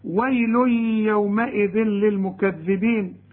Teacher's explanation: التنوين اللي بعده ياء، الياء من حروف الإدغام، وطلع لسانك في كل ذال.